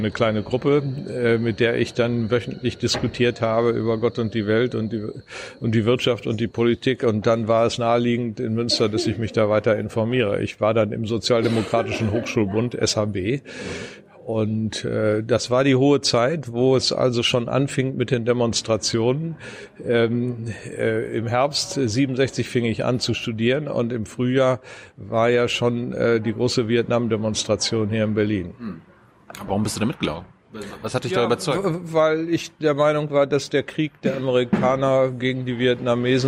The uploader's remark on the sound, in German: November 2019 in der Berliner Buchhandlung "Ocelot" aufgezeichnet.